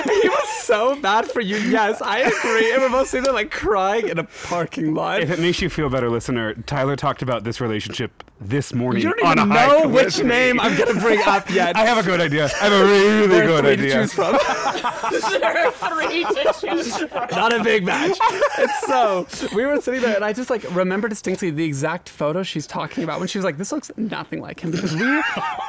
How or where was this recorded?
outdoors